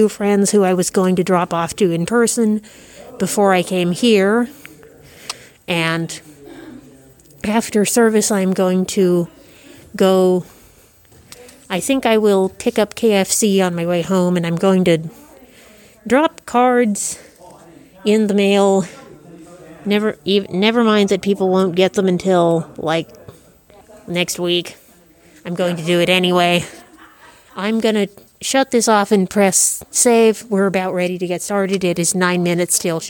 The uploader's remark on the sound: As promised, most of this was recorded live from my church, right before the Christmas Eve virtual service started!